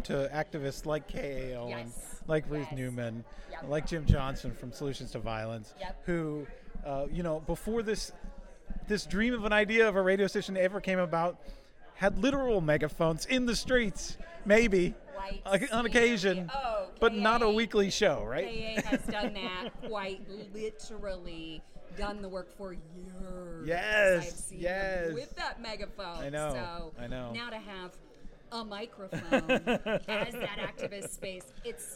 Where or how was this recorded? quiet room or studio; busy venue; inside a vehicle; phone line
busy venue